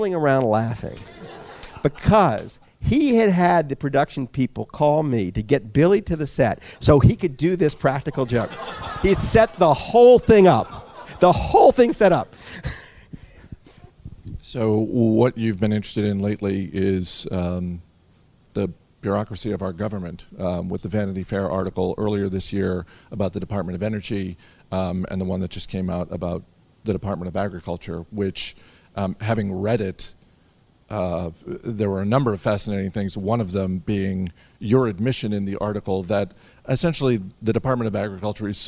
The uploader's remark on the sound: Before a live audience at FoolHQ.